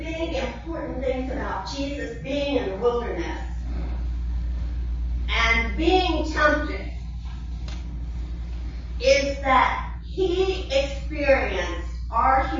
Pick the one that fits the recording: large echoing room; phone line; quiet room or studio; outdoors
large echoing room